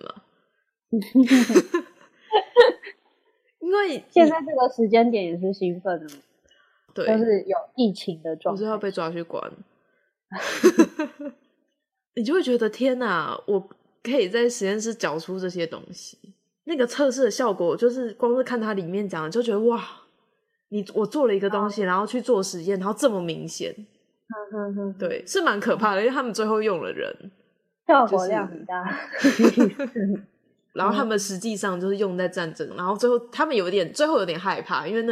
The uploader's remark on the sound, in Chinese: 這集其實是舊存檔，之前在Youtube直播。音質就是早期的地獄音質，我盡量把聲音調整到勉強可以接受了。